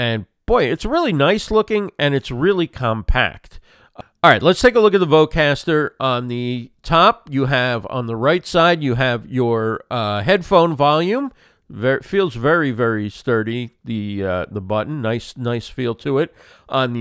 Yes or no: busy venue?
no